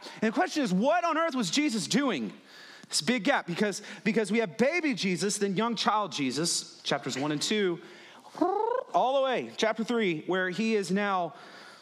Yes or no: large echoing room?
yes